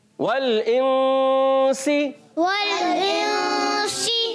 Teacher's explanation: واو کی ادائیگی ہوتی ہے ہونٹوں کی گلائی سے، واو کو لام سے ملانا ہے اور لام کو ہلانا نہیں ہے، خیال خاص خیال رکھنا ہے.